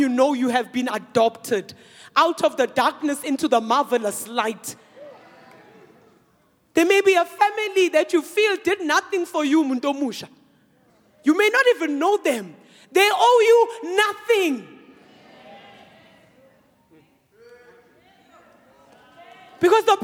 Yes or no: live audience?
yes